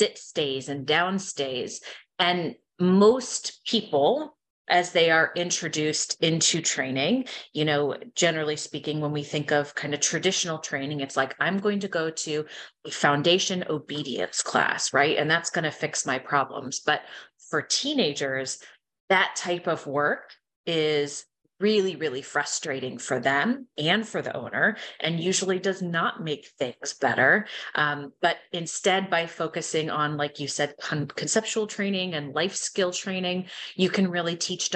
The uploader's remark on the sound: Recorded Webinar